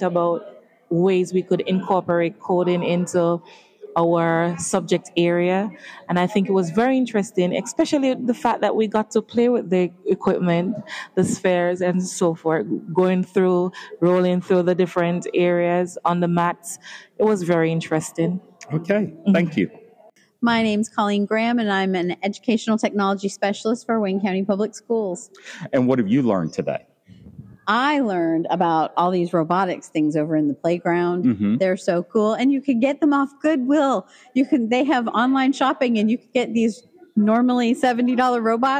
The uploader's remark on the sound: On Location at NCBOLD